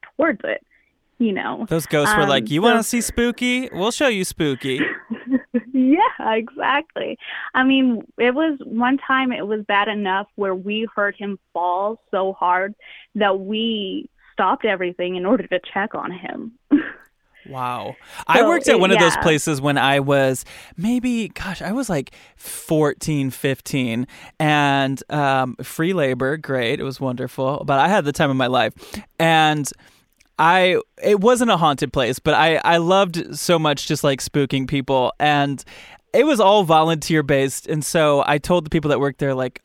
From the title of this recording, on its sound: Listener Phone Call